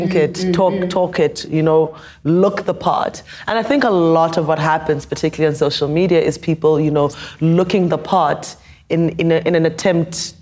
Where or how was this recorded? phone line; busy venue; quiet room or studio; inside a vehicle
busy venue